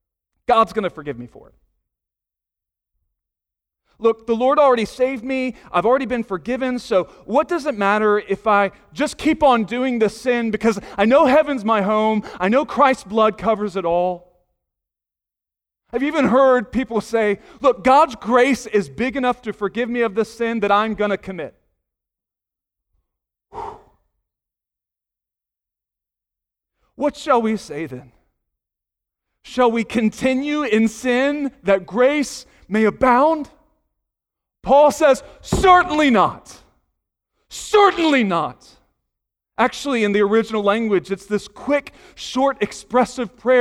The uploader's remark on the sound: Sunday morning sermon audio